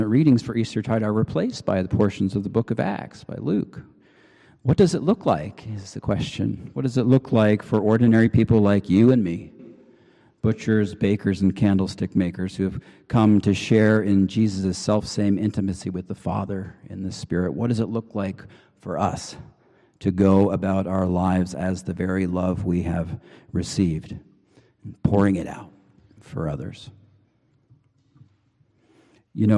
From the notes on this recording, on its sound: Preached on May 7, 2023 at the Cathedral Church of St. Mark in Salt Lake City.